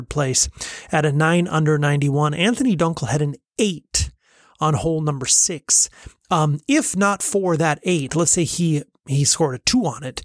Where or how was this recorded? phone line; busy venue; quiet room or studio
quiet room or studio